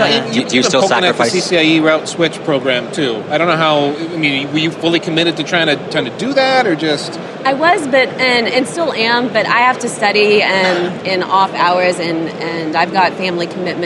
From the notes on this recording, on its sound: While Packet Pushers were covering the Barcelona HP Discover conference and we got together with some of the folks attending the event on the show floor.